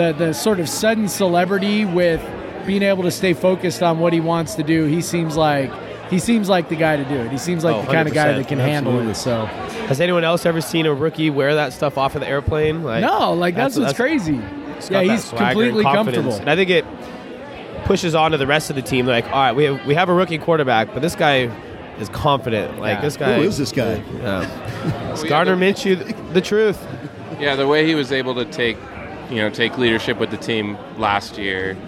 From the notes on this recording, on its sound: Live from Coug-owned Single Hill Brewing in Yakima!